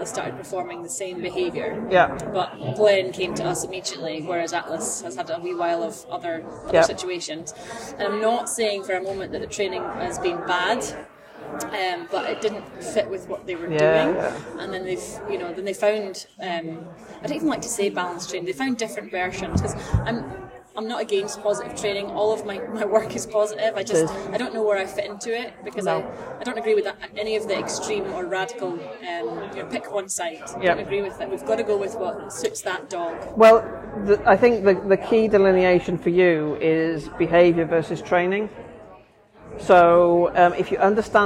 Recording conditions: background noise